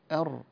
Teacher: لكن أر أع أل دي كلها حروف بينية بين الشدة والرخاوة متوسطة الزمن، في صفة اسمها التوسط، يعني من صفات البينية. فهنا الراء